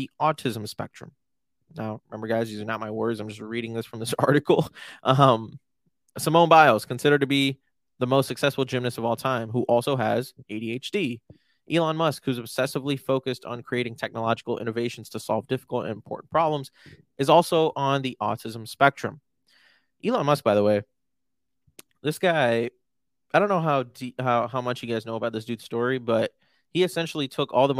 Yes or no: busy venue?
no